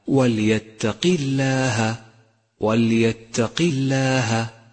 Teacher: انتبه إلى ترقيق لام لفظ الجلالة عند قوله تعالى وليتق الله وليتق الله، رققت لأنها سبقت بحرف مكسور.